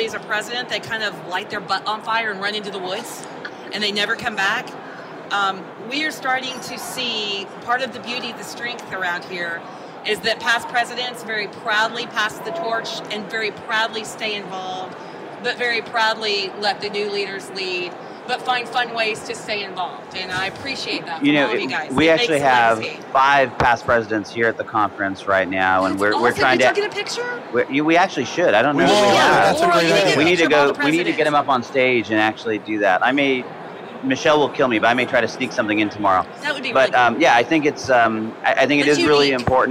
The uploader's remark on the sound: Podcast from Fusion 14 Expo Hall floor. Numerous guests passed by the booth to share the experience during this years Fusion 14 Conference at the Gaylord National in Washington DC.